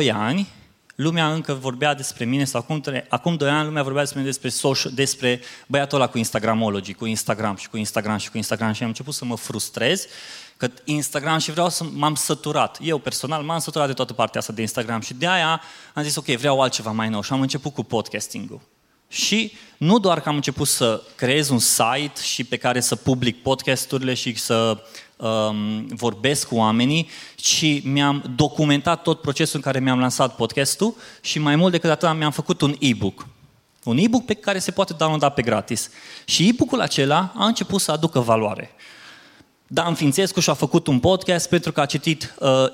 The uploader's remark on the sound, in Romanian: Episodul acesta este o înregistrare live de la evenimentul Webstock. Un eveniment dedicat comunității de online, oameni de social media, creatori de conținut și online marketing manageri.